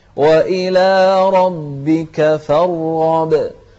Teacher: الراء مفخمة والغين مفخمة، لكن الغين أكثر تفخيما لأنها مفتوحة والراء ساكنة فهي أقل منها تفخيما